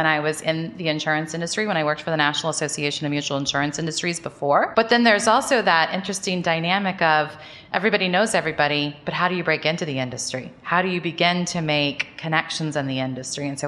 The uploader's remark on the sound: In this special episode recorded live from the show.